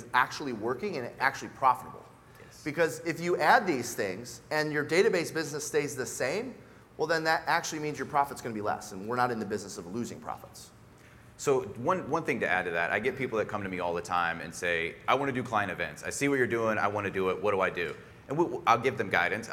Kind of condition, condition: setting, live audience